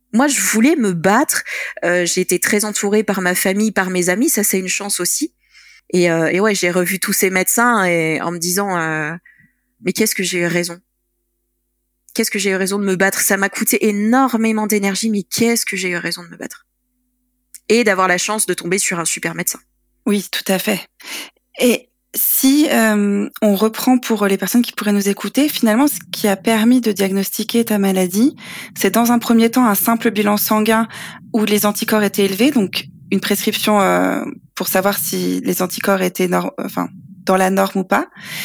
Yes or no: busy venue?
no